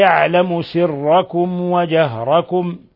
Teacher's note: ميم ساكنة جاء بعدها الواو، إظهار شفوي، بل هو من أشد حالات الإظهار الشفوي. وجهركم ويعلم كذلك نفس الشيء، نفس الحكم، ميم ساكنة جاء بعدها الواو، أشد حالات الإظهار الشفوي.